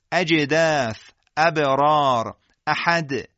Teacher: در هنگام ادای جیم و دال و با در هنگام قلقله ما حالت کسر احساس میکنیم به دلیل استفال این حروف که البته بدون مکس، اجدف، ابرار، احد.